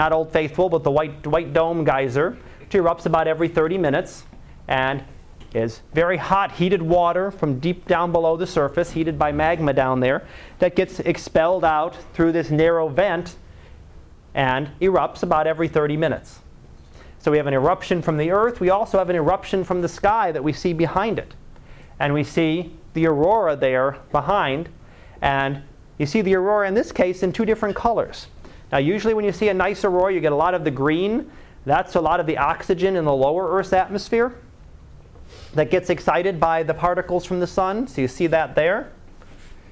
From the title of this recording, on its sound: Live Class Lecture